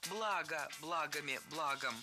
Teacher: Ударение в слове «благо» всегда падает на первый слог. Оно неподвижное.